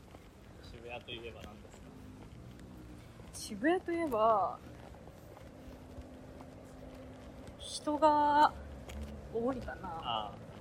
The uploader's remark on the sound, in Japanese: 散歩音声（蟹歩き）。